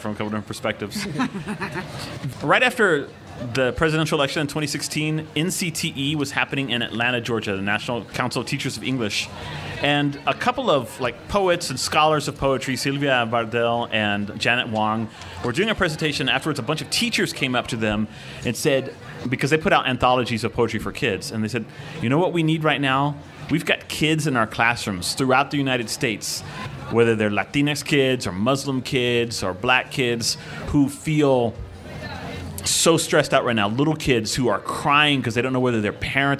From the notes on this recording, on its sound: a session from the 2019 Tucson Festival of Books